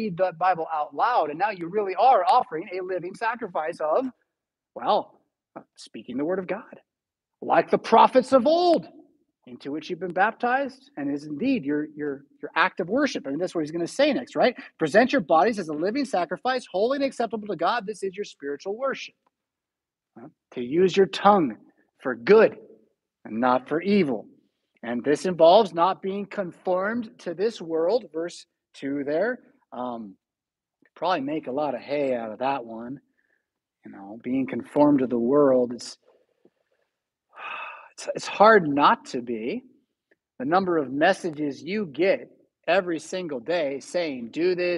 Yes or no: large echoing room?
yes